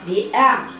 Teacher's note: بتم الحرف كامل، ما بختلست الكسر، مش بأعيننا، بأعيننا بختلست الكسر.